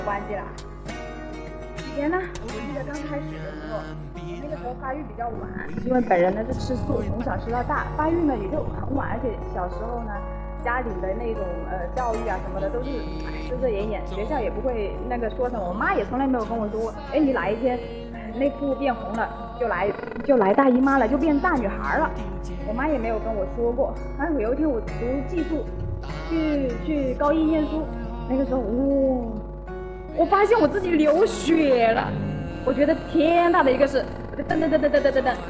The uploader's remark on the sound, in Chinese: 今天的录音有点技术失手，各位听觉恐怕要吃点力了